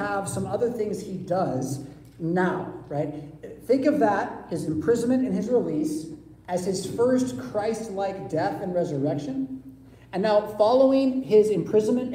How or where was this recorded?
large echoing room